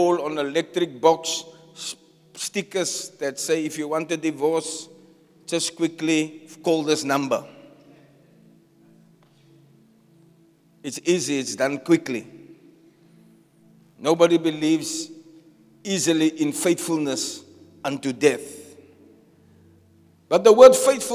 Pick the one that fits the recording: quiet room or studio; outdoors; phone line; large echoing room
large echoing room